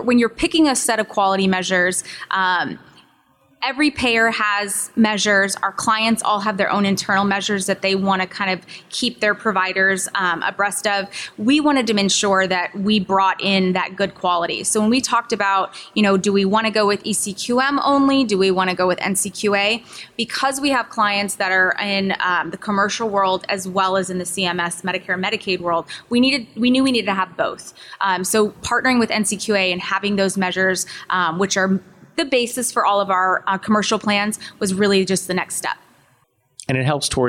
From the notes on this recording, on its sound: recorded live at NCQA’s 2023 Health Innovation Summit